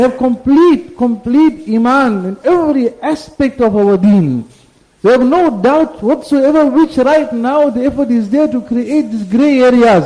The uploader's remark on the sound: Jumuah Lecture at Glenearn Road Masjid